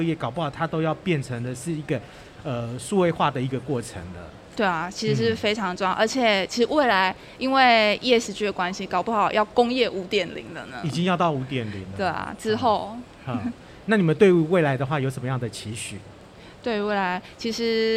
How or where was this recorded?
busy venue